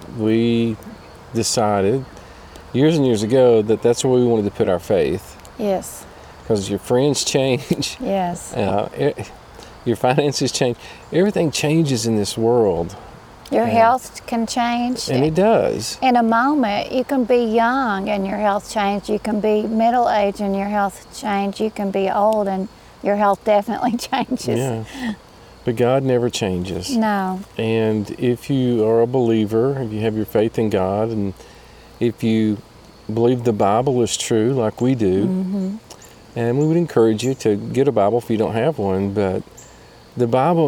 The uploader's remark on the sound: Fireside Chat from Adventure Bound campground in the Smokies!